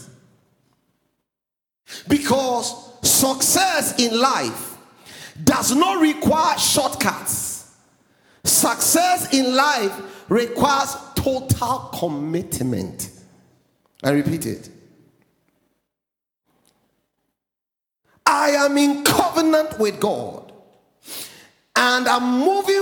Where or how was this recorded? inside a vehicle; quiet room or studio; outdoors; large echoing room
large echoing room